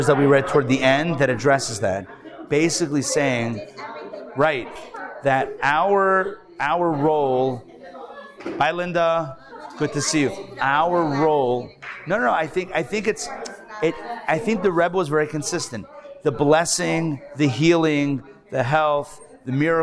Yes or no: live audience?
yes